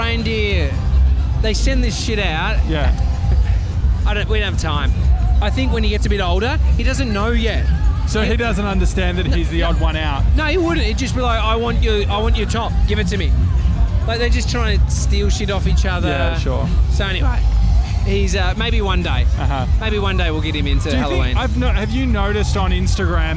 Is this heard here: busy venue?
yes